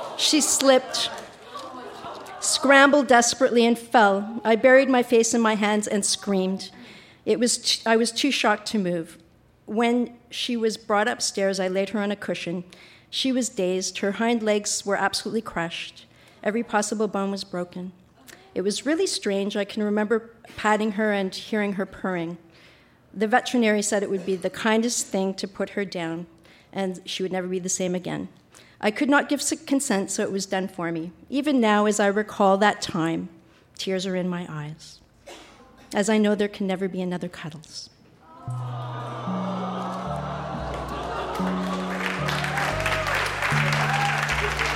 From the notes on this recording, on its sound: Recorded live at the Gladstone Hotel Ballroom in Toronto, ON.